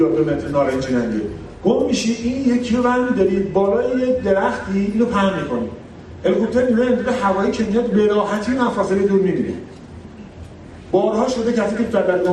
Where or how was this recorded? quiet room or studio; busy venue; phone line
busy venue